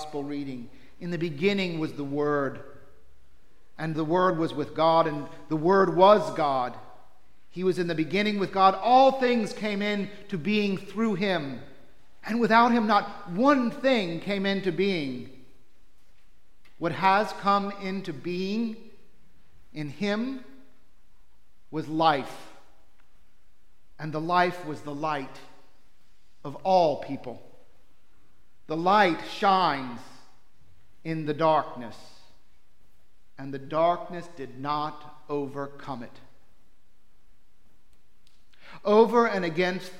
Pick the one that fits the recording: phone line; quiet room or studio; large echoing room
large echoing room